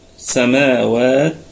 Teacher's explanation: سماواتي يكون فيها 3 أوجه بالسكون ووجه واحد فقط بالروم. ونراعي في الوقف همس التاء